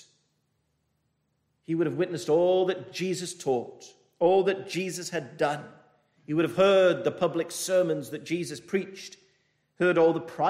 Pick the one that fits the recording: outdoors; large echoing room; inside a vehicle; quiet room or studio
large echoing room